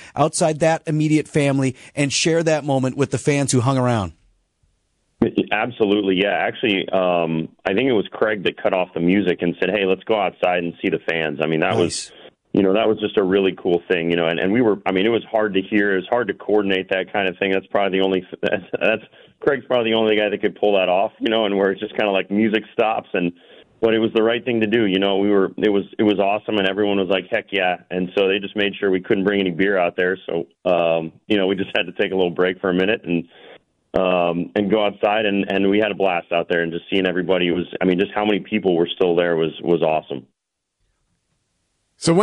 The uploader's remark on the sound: Champagne soaked phone. His phone was screwed up because of all of the champagne from the division clinching celebration!